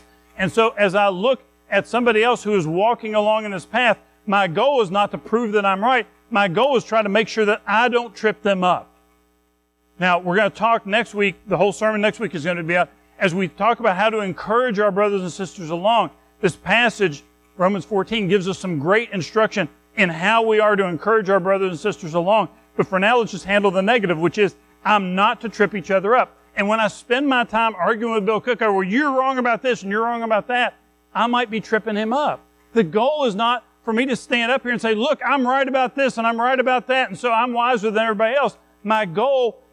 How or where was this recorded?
large echoing room